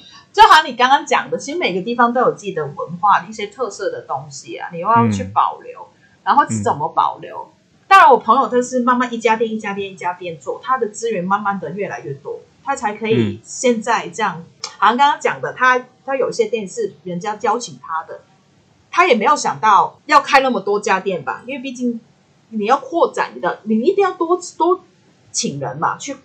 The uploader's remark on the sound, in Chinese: 錄音程序：台北、香港的異地錄音～。今天的錄音品質有點問題，煩請見諒！